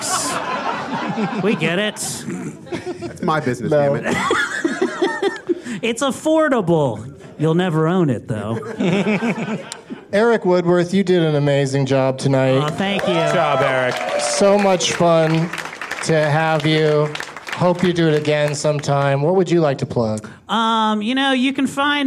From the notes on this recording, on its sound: Live from The Improv in Washington D.